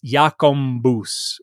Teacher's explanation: there are some dialects where you have kind of a nasalization of the B, and it's Jakombus, which is how it sounds.